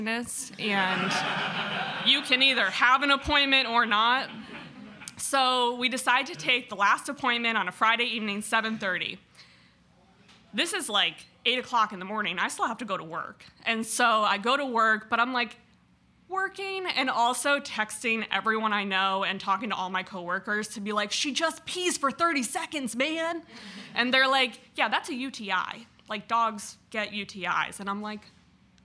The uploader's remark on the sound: Where we feature select stories from our monthly open mic storytelling events in York, Pennsylvania. Twelve storytellers shared their stories with our audience at Archetype Pizza in downtown York.